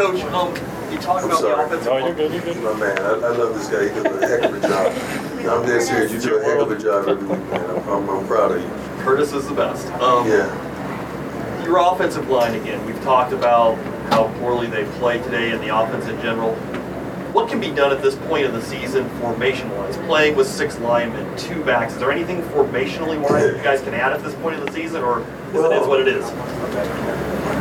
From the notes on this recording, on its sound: Buffaloes blitzed at the Rose Bowl: Post-game press conference.